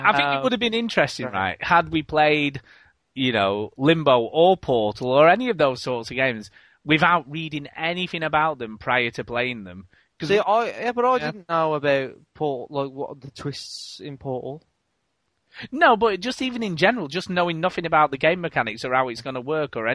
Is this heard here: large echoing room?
no